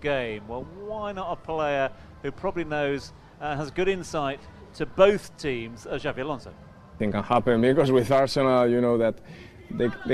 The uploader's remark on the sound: From our original home, Barasti